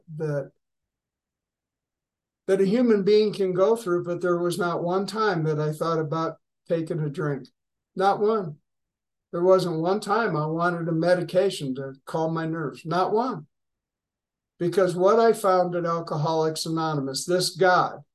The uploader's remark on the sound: Grace Group Zoom Meeting 9/13/2023. Grace Group Zoom Series in Hattiesburg, MS.